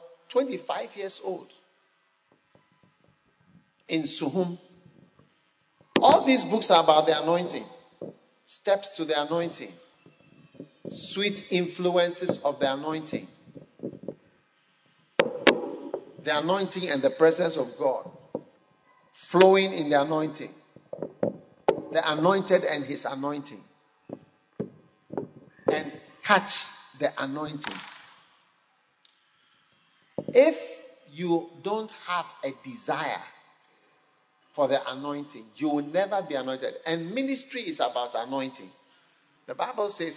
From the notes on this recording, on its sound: Preached at a Healing Jesus Campaign Pastors&#8217; conference in Goaso, Ghana on the 16th of December. Preached at a Healing Jesus Campaign Pastors’ conference in Goaso, Ghana on the 16th of December.